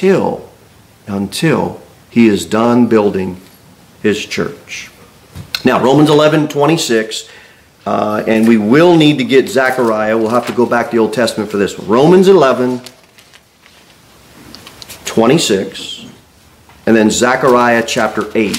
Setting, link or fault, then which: setting, large echoing room